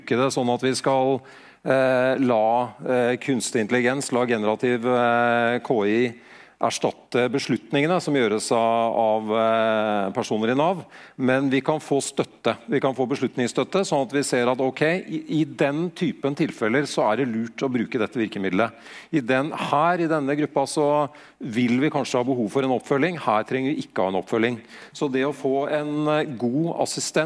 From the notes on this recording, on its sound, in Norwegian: Direkteopptak fra Digital fremtid. Digital fremtid – konferansen som skal få fart på digitaliseringen av Norge.